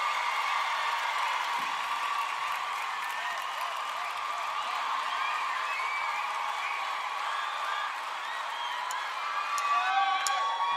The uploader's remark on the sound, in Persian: در این اپیزود ورژن بعضی قطعه ها اجرای زنده است که در توضیحات با عبارت لایو به آن اشاره شده است.